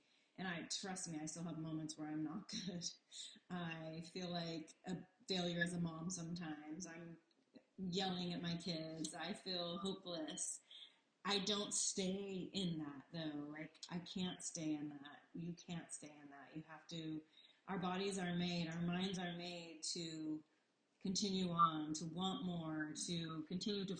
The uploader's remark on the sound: Sorry the audio isn't the greatest but learning as I go.